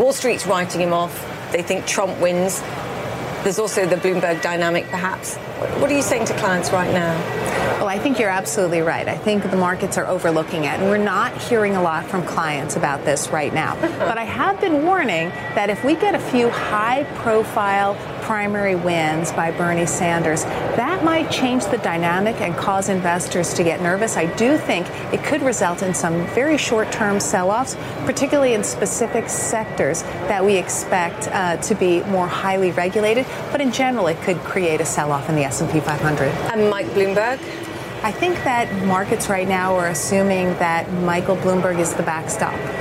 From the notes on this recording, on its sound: live from the New York Stock Exchange